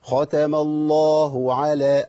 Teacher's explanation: الهاء بتاعت اسم الجلالة لابد من بيانها لأنها حرف يقبل أن يختفي